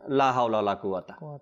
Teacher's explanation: কফের জায়গায় কাফ আর হায়ের জায়গায় হা, একদম ইজি করে দিচ্ছি আমরা। এভাবে যেন না করি, একটু কষ্ট হলেও আমাদের সময় লাগবে ঠিক করতে, তো আমরা ঠিক করে নিই, হাটা সুন্দর করে উচ্চারণ করি, কফটাও সুন্দর করে উচ্চারণ করি।